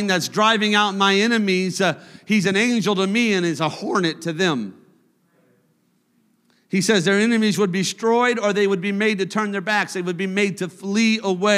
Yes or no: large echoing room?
yes